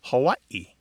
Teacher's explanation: The traditional pronunciation of the state is Hawaii, with a glottal stop in there.